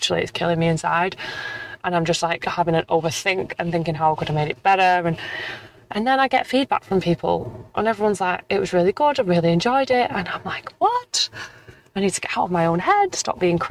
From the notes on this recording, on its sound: Throughout the episode, I'll be sharing my thoughts and experiences while driving through traffic